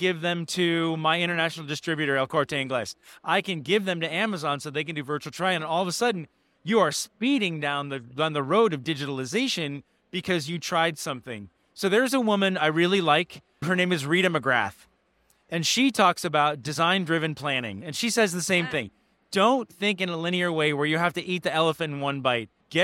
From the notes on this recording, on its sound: live on the show floor at The Lead Innovation Summit 2023